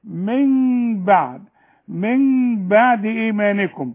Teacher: بس خذي بالك من النون اللي بدون تشكيل اللي بعدها باء، بتلاقيها ركبة فوقها ميم، بيقول لك اقلب النون لميم وخفيها وتغنيها من بعد ايمانكم.